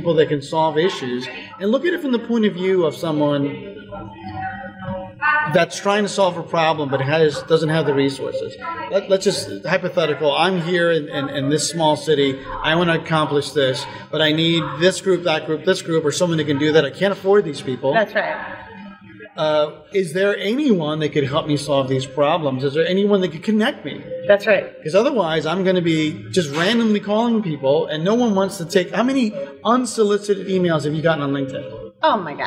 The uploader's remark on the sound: Live From EsportsNext